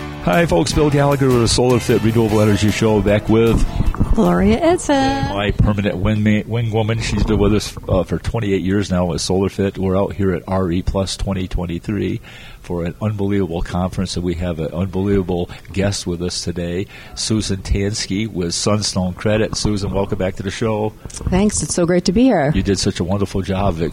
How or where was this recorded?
busy venue